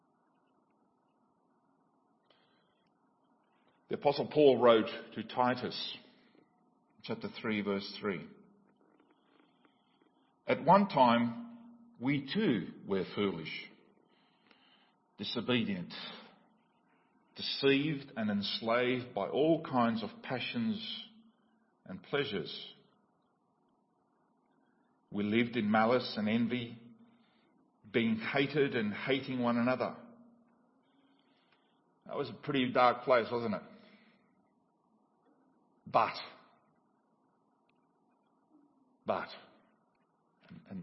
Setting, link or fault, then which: setting, large echoing room